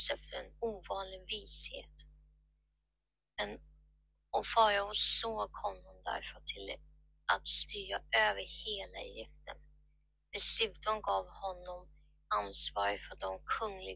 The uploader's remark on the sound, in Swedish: ber om ursäkt för dåliga ljudet